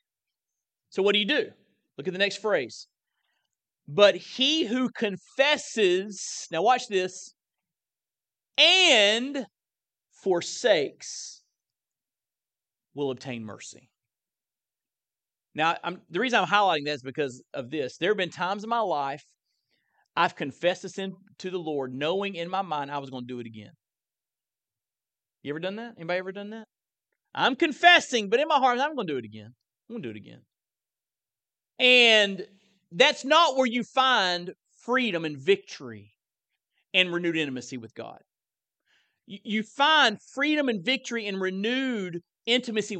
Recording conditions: large echoing room